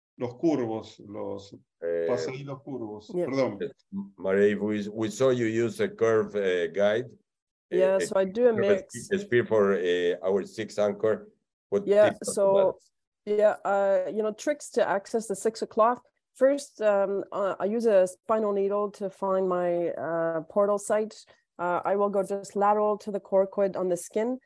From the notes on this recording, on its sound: This is the Audio Replay of the 2022 ISAKOS Webinar with SLARD presented in Spanish!